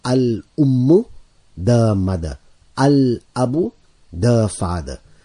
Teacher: So I am actually pronouncing the lam of the al that I prefixed to this, these words. The word for sister is ukhtun, a sister.